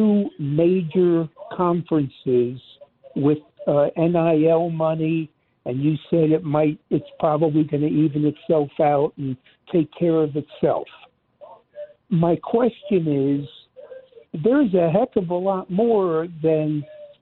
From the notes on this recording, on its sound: more of your phone calls.